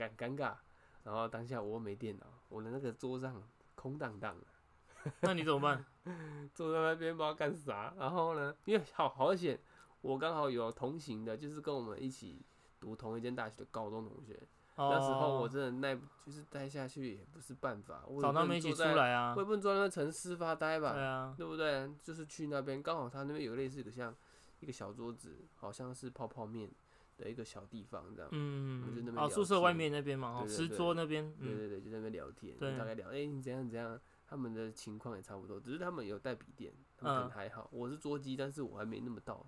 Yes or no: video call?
no